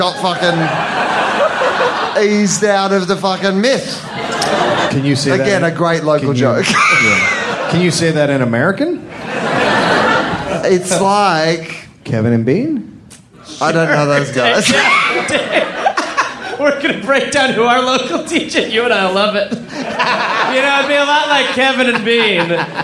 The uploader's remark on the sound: live in Sydney, Australia